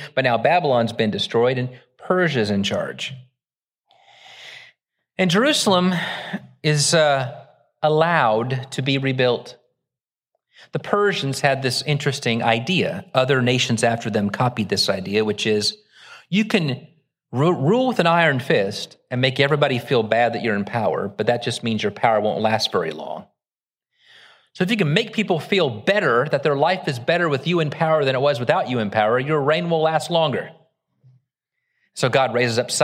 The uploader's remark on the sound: Originally preached at the West Side Church of Christ (Searcy, AR) on August 6, 2023.